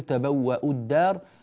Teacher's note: فتصير تبوأوا الدار ولا يعود عندنا مد هنا بدل ولا شيء، سقطت الواو كلها ما عاد هناك حرف مد أساسا